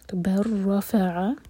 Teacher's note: لام کو بالکل بھی پرناؤنس نہیں کریں گے · Term: ادغام متقارب